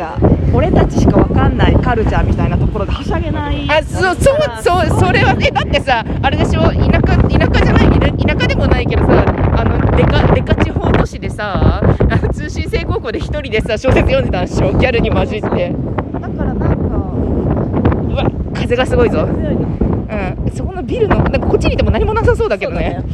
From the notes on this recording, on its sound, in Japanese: 映画館でた直後、ネタバレしながら歩きながら。